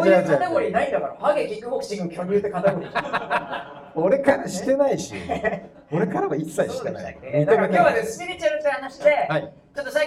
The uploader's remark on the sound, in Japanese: 公開収録SP。東京・新宿で開催された公開収録の様子をお届けします。2人くらいしか来ないだろうと思っていた会場ですが、お陰様で大賑わいでございました。